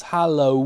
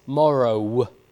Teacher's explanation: morgen with a fricative, as it would have been in Old English, becomes morrow with a w.